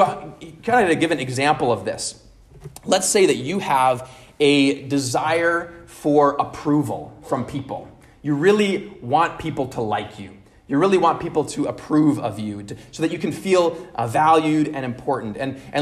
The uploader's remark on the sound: at Immanuel Lutheran Church in Pasadena, CA